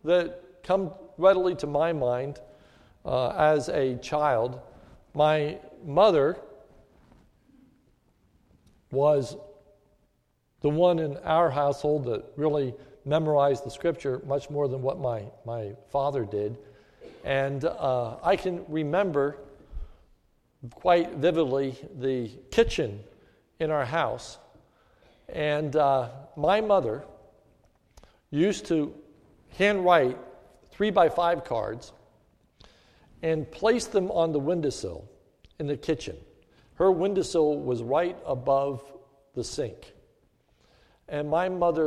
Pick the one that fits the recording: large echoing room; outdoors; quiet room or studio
large echoing room